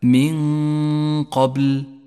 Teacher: المثال التالي عند قوله تعالى من قبل، الإخفاء، جاءت النون الساكنة وبعدها حرف القاف، نخفي النون بالقاف مع بقاء غنة للنون زمنها حركتان